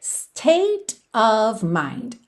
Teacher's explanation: Of, OF, sempre com som de AV. Não é OV, é AV. E o State, como é final, não é pronunciado, esse T já juntou com rarara, state of mind, state of mind.